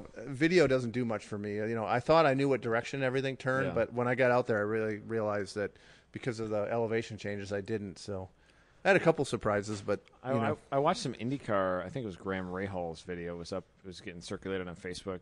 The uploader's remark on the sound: Post Race Paddock Podcast, live from Mid Ohio. Took the recording equipment with!